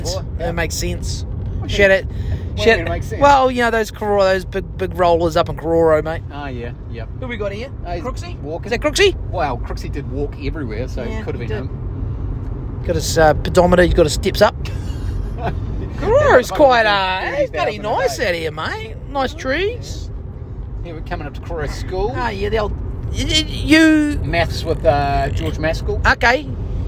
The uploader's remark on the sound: We recorded it in the car on our way there.